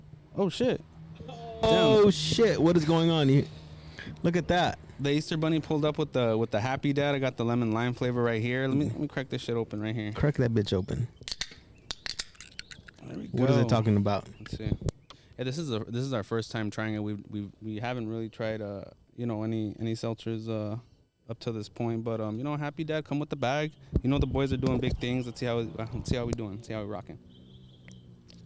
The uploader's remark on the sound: Outside Happy Easter Sunday. We're literally outside this episode!!!